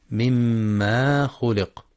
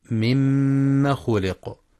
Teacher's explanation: والصواب مما خلق بالفتح فقط من غير مد · Shown in: second take